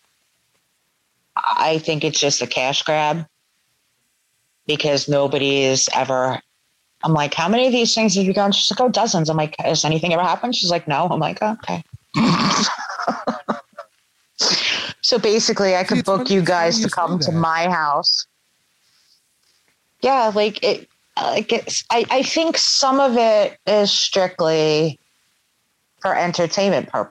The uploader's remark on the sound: Sorry for the pops and clicks courtesy of the Zoom App.